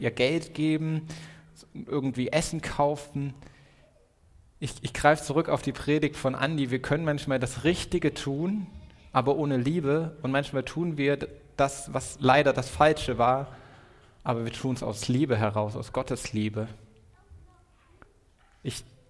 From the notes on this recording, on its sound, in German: Predigt im Rahmen des GreifBar+ Gottesdienstes